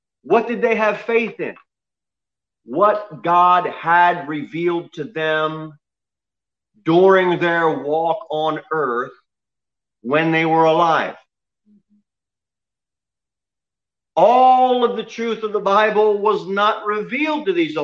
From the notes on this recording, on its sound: Sermon delivered at Pilgrim Baptist Church on Thursday, March 4, 2021, at 6:15 pm.